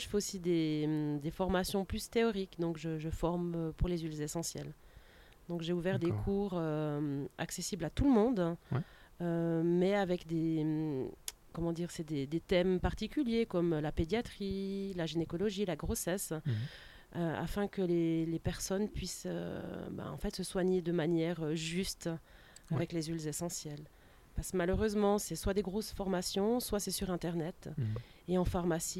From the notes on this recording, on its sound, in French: Eh oui, un coup de chance, le soleil est resté jusqu'au bout de l'interview. Très certainement le dernier épisode enregistré sur une terrasse pour cette année.